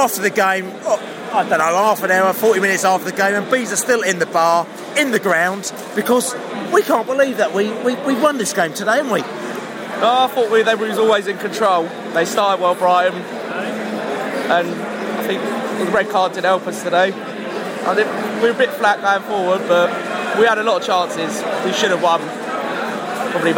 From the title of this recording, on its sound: post-match podcast from the train